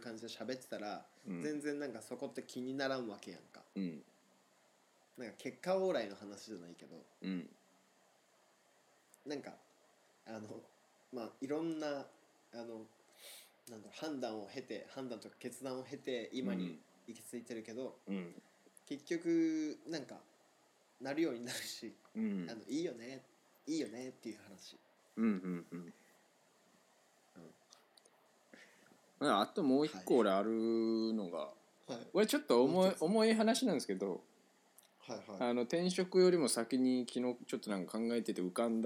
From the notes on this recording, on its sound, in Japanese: リモート収録のため音声のズレ、音量が小さいなど聞きずらいところございます。